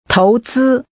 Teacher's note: Using rising and high level tones, say invest or investing.